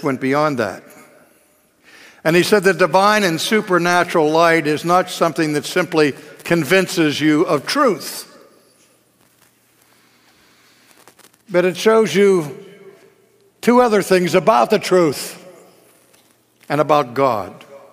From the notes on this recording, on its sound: This message is from our 2015 National Conference, After Darkness, Light.